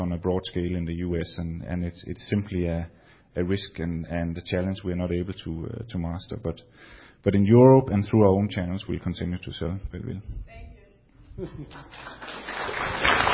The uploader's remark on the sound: BrickFest 2006 Keynotes. This podcast includes a Q&A section at the end.